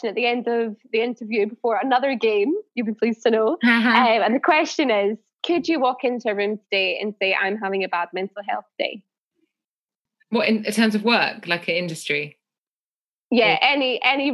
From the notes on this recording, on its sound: This episode was recorded over Zoom